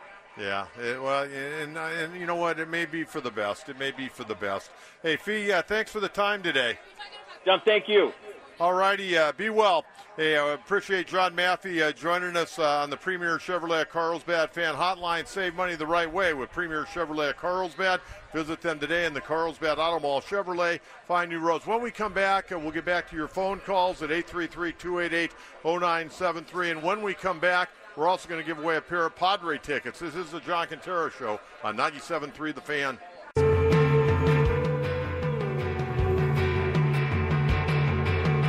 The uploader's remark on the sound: Live from Del Mar Opening Day.